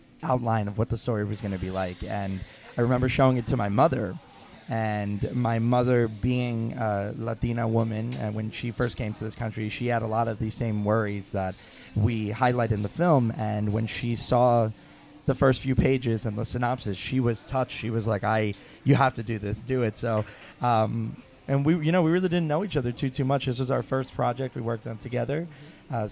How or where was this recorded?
busy venue